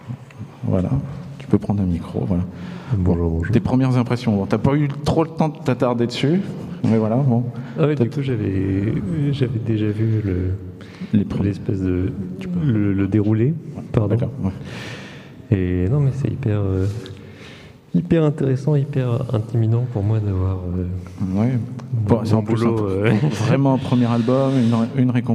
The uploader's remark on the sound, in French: Festival A Tours de Bulles 2021. Retrouvez les interviews réalisées par l’équipe bénévole d‘A Tours de Bulles sur le plateau radio en direct du festival !